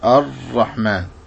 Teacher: ننتبه أيها الإخوة للراء في الرحمن الرحيم، وأنها مفخمة فلا تكرر، يعني لا تقول الرحمن، إنما تقول الرحمن، فيكون اللسان في سقف الحنك الأعلى.